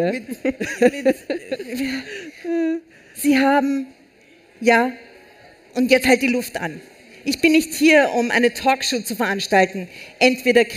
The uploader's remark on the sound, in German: Live-Special vom Ö3-Podcastfestival